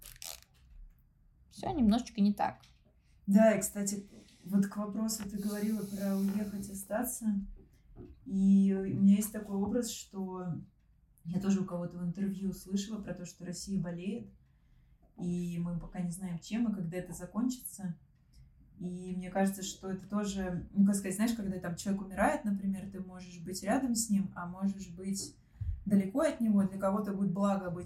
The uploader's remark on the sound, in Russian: Сразу хочу извиниться за не очень хороший звук, мы только учимся.